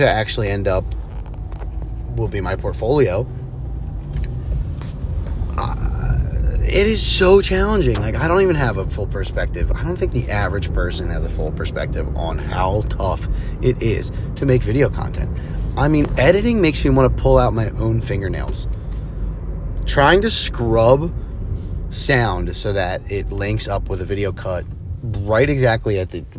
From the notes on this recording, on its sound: Recorded on mobile in the car.